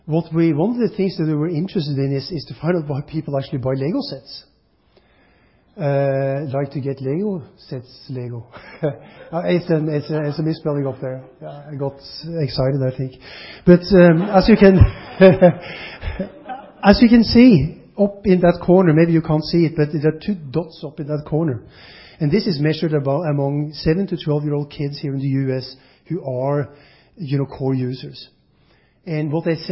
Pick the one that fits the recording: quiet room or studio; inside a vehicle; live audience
live audience